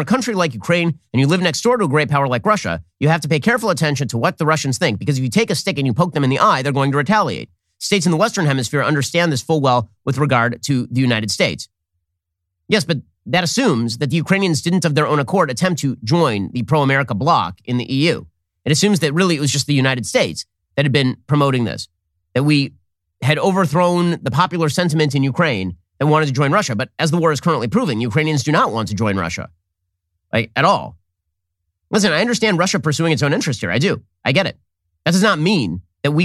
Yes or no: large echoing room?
no